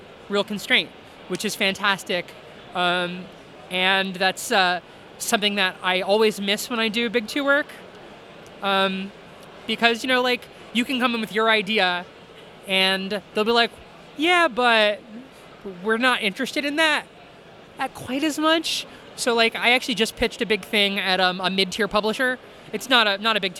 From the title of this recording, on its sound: Interview at Five Points Festival 2017